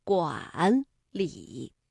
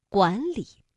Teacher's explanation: 因为两个赏声字相连，所以呢不能读管理，而要把第一个字变成二声管理 · Shown in: second take · Term: 变调